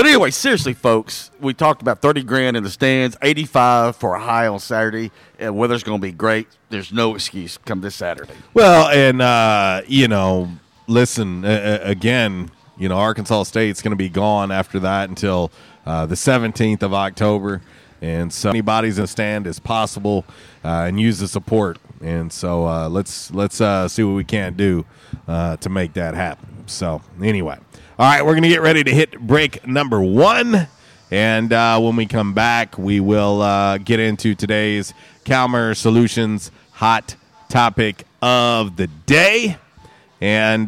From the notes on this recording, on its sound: LIVE from J’Town’s Grill!